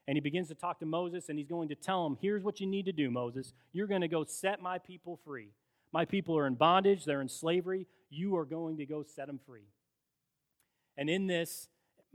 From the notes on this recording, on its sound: In a special Cornerstone service held at Olivet Church, both congregations celebrated our ministry together.